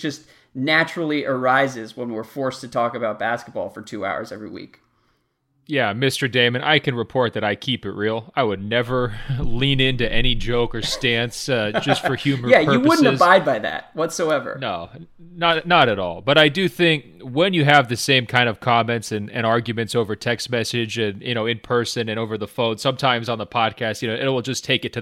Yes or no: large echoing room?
no